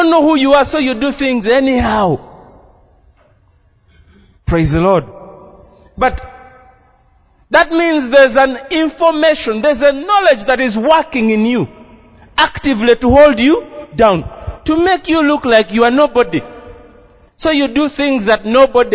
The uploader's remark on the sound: This message is a Live recording from a service at Breakthrough Miracle Life.